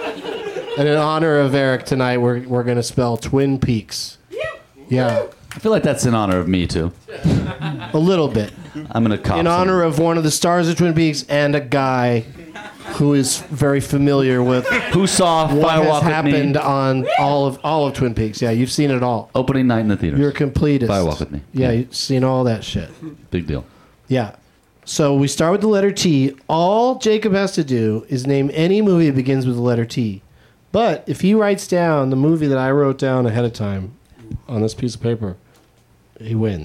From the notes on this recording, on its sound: Back at the UCB Franklin in Los Angeles.